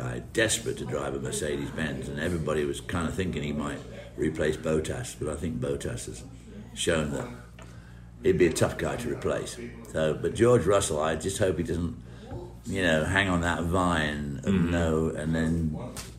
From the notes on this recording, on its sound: joined live at Road America